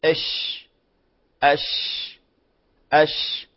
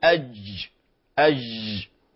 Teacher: الشين من صفاته الهمس والرخاوة · Shown in: first take · ولذلك هو تلاحظون اتساع مخرج الشين لاتصافه بهاتين الصفتين.